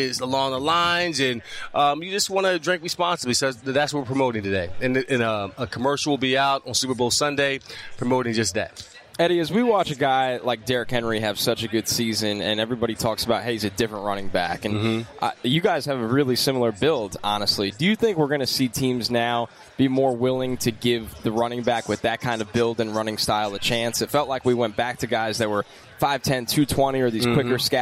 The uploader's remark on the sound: Wild Interviews From Miami. Back on radio row.